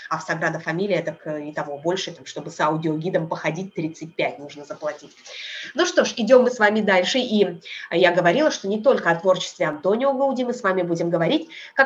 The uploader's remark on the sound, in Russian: По Барселоне в халате и комнатных тапочках: прелести zoom-экскурсий. "Современная Одиссея" отправляется на экскурсию по Барселоне через zoom.